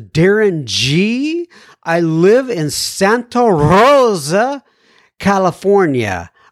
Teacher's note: I don't know why, but I put the rolling R on that.